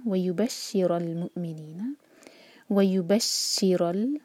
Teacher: را پر فتح ہے، اس کو ہیوی پڑھیں گے، را کو لام سے جوڑیں گے اور جھٹکا نہیں آنا چاہیے یہاں پر. رل وَيُبَشِّرَ ال را اور لام کے بیچ میں جو الف ہے اس کو نہیں پرناؤنس کریں گے، یہ حمزۃ الوصل ہے، یہ پرناؤنس نہیں ہوگا.